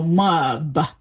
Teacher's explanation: we'll sort of insert an extra vowel between the M and the B